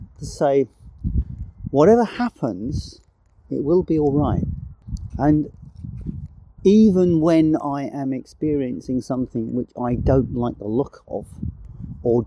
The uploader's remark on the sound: I am currently visiting my son and recorded this show outside, so the audio quality, will be a little different, and there will be birds and traffic.